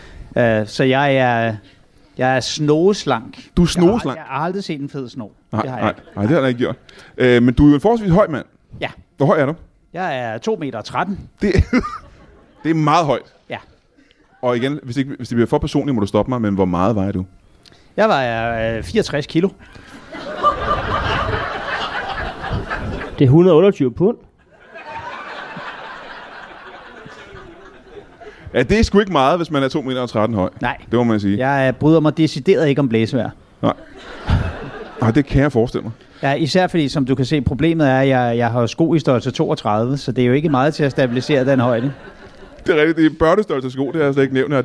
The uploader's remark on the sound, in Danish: LIVE fra Ramsømagle